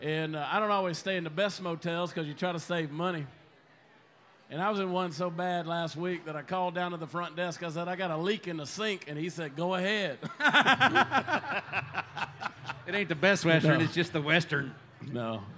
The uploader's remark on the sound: Rounds At Live Oak In Nashville (Round 5)